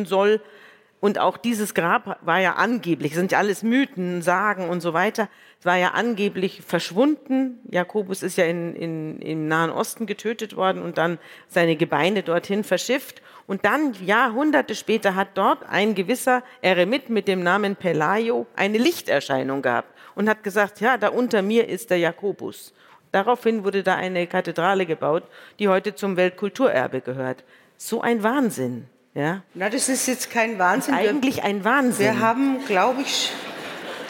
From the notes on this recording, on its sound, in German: vor dem Publikum unseres Podcast-Festivals